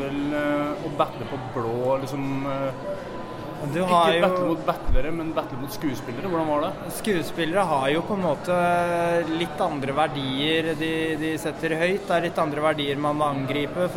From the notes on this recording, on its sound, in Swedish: under SPKRBOX-festivalen